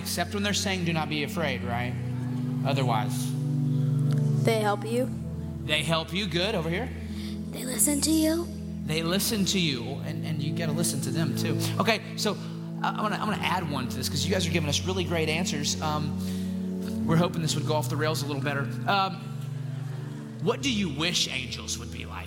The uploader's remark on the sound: In this special LIVE episode.